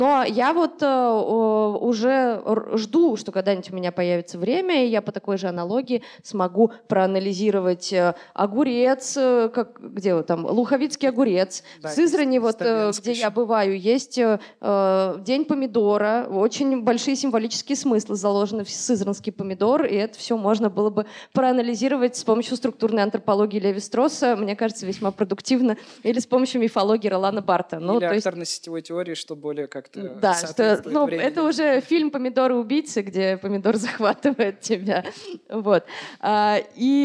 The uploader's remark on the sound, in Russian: Открытая запись с издательством Ad Marginem. Совсем недавно мы провели открытую запись выпуска и спешим поделиться с теми, кто не смог прийти!